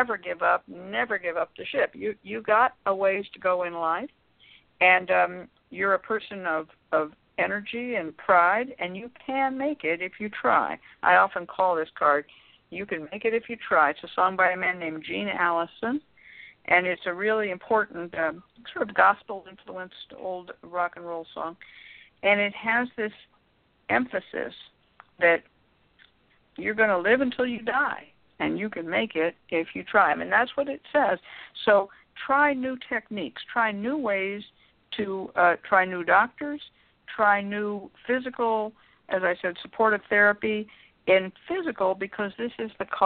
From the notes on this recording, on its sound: a real, live call-in show